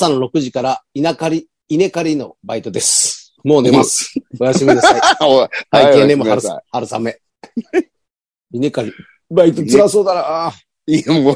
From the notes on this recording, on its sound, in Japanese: ZOOMで収録。